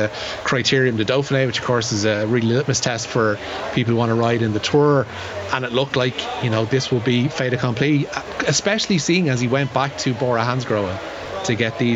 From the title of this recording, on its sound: Live from Tallaght Stadium